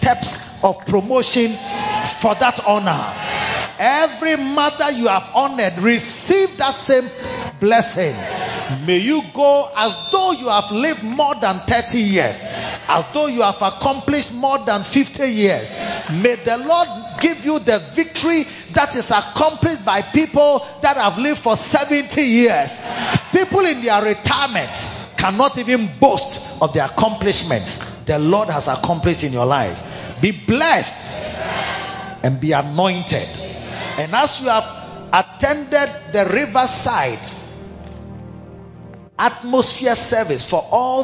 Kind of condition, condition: setting, large echoing room